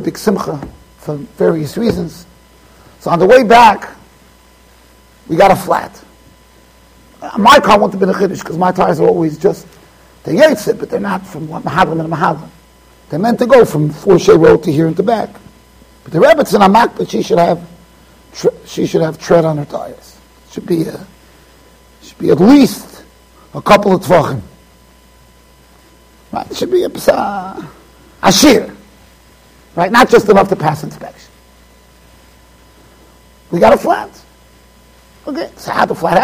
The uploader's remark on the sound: Shiur recorded in Yeshivas Ohr Reuven, Monsey NY.